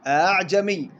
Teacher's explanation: التسهيل هو نطق الهمزة بحالة متوسطة بين الهمز المحققة وبين حرف المد المجانس حركتها